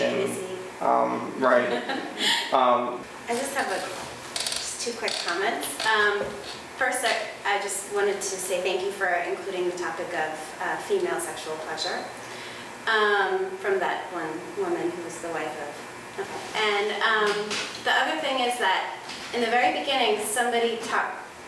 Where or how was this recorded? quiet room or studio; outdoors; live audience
live audience